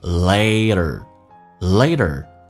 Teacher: 两个元音中间所加的辅音要被浊化，同时有轻度卷舌